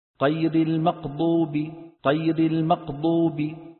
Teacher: خلط صوت الغين بالقاف والقاف بالغين